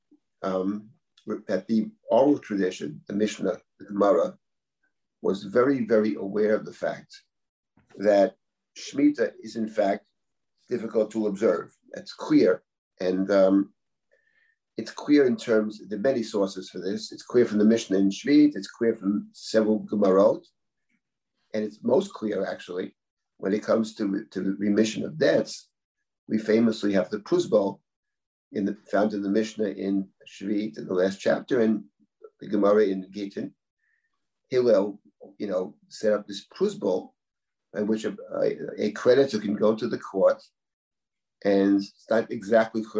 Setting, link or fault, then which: link, video call